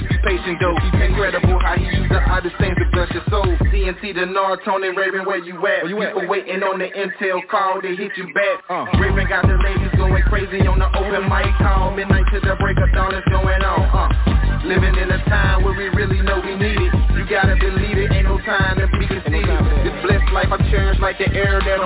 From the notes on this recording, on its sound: TNTSuperfantastic Conference Call.